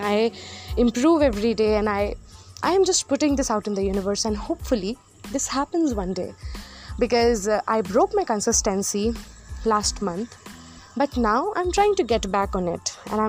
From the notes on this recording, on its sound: Apologies for the background noises in this Pod.